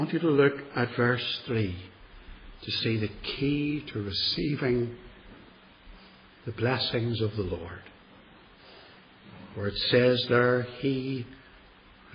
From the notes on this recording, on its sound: This one dates from 2013, and was preached at Templepatrick Reformed Church, and is reproduced here without editing.